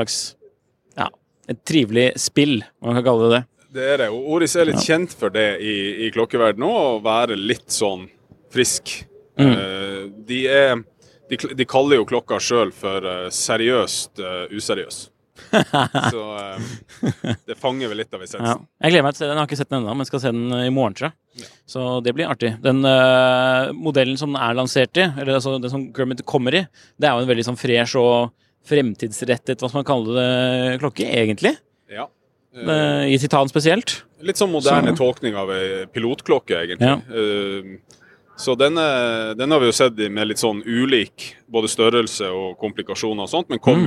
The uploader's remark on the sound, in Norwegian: Ny dag på verdens største klokkemesse, Watches and Wonders! Rapporterer live fra messegulvet.